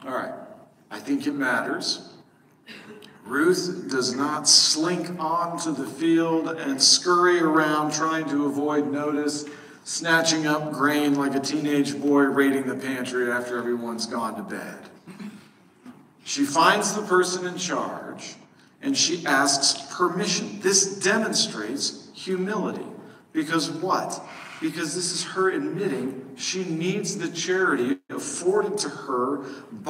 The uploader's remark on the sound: While "recorded in the bathroom" isn't really what we're going for in our sermon recordings at SBCne, sometimes things just don't work like they're supposed to.